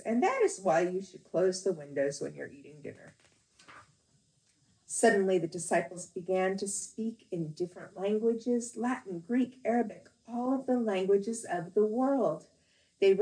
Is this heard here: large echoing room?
yes